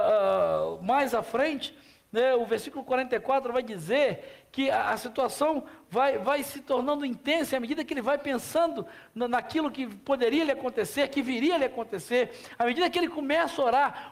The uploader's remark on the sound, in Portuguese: na Celebração ao vivo do último domingo